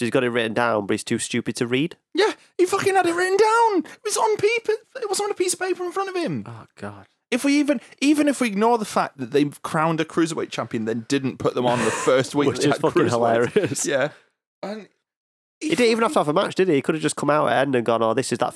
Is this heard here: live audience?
no